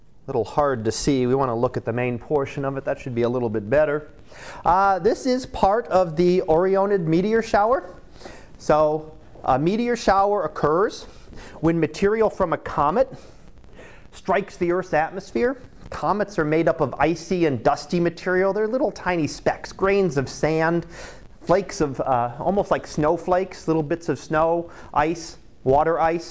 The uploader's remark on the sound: Live Class Lecture